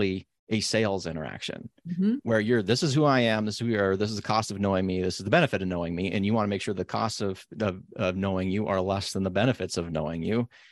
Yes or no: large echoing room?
no